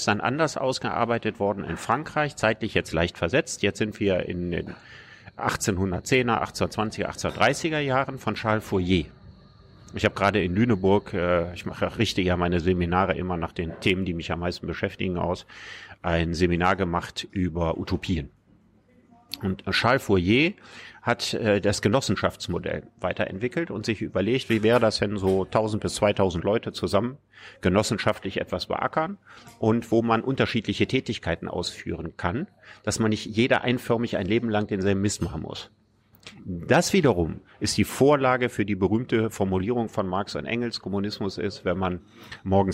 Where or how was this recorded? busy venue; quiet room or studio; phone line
busy venue